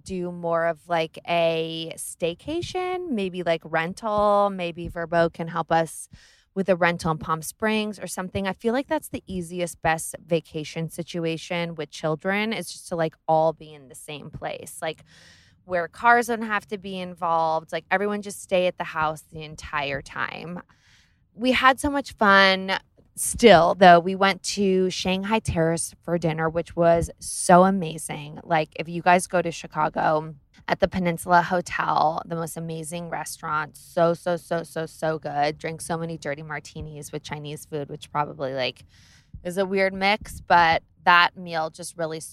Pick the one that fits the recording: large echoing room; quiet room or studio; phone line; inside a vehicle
inside a vehicle